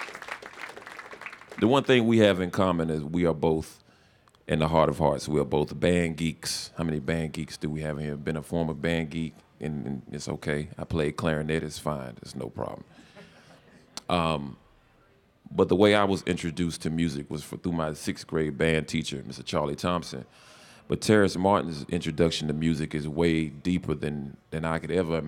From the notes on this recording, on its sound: take some questions from the audience